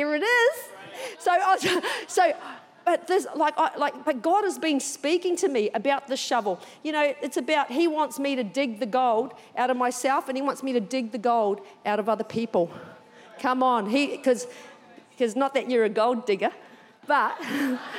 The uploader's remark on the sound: Recorded during our 9am service on Sunday, the 12th of March 2023